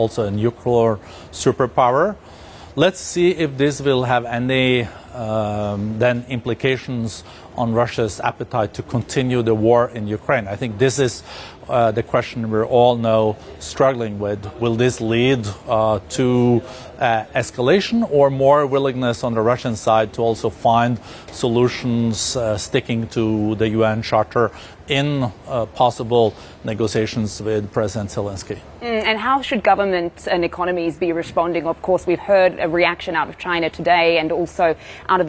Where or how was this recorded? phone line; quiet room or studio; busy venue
busy venue